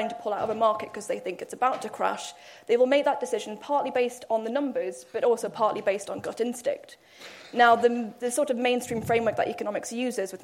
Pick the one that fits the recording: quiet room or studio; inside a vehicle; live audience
live audience